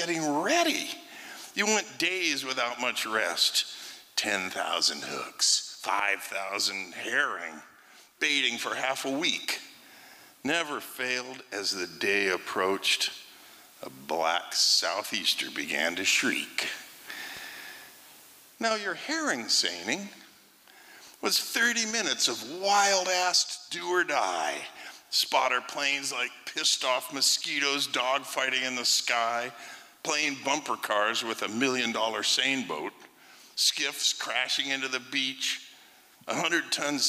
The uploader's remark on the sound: 2023 FPG-Liberty Theatre-Friday Night. Performance was recorded at the Liberty Theatre on Friday, February 24th, 2023.